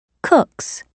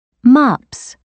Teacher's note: When a word ends with one of these sounds,The additional S at the end will sound like S because it's also a voiceless sound. · Term: voiceless sounds